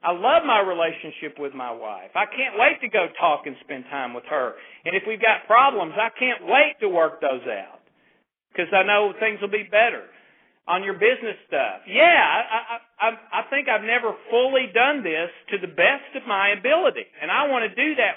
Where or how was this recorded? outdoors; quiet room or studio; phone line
phone line